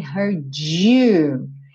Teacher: uma palavra que termina em D e vem seguida de you, ao invés de fazer heard you, heard you, vira esse DJ, you. Não é obrigatório, mas é bem comum.